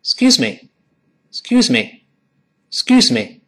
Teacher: 读得再快一点，生活中的往往对话时追求效率更快一点。连前面那个 X，X，X，几乎都听不到了。